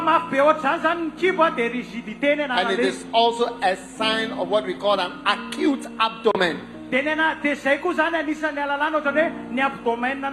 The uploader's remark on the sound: Preached at the Healing Jesus Crusade May 2023, Mahajanga-Madagascar.